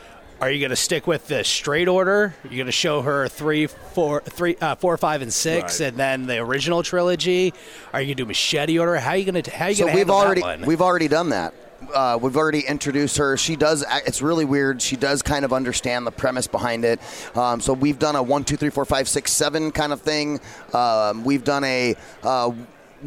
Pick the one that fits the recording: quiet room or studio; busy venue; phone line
busy venue